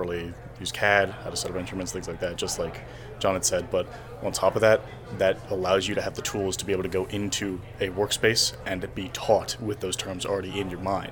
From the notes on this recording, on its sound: The members of the Bucks Chapter of the Pennsylvania Society of Land Surveyors (PSLS) recently hosted the Senior Scholarship Dinner for the students within the Bucks County Technical High School surveying program. Recorded conversations with the students, company sponsors.